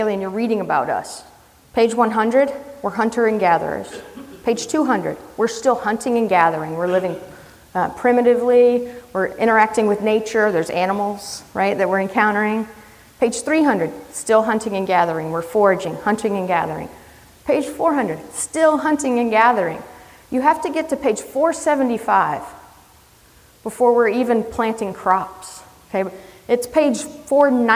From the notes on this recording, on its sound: This is a recording of a talk. At the Wisconsin EMS Conference in January 2018.